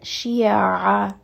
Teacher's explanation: it's coming from the middle of the throat. There is a little bit of constriction, a little bit of tightness to give it that proper sound. · Term: ayn